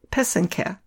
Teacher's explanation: The accent is on the second syllable. An easy way to remember how to say it is that the first and third syllable rhyme.